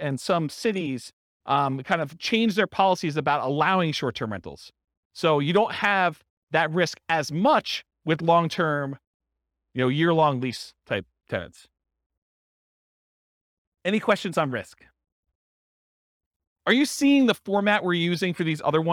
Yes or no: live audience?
yes